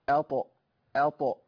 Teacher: الهمزه مرققه ابتسامه والطاء مفخمه، اط مقلقله، الطاء مفخمه مقلقله ساكنه يعني، يبقى ايه؟